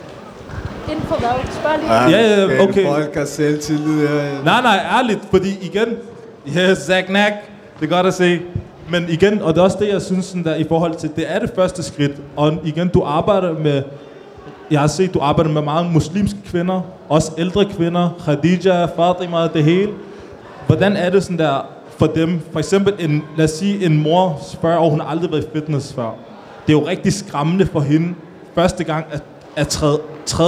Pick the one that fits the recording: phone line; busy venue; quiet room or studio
busy venue